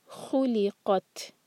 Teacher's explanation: تا پر سکون ہے تو یہاں ہمس کریں گے. ہمس مطلب ہوا کے ساتھ پڑھیں گے. قط آخر میں قلقلہ نہ ہو، تا پر قلقلہ نہیں ہوتا.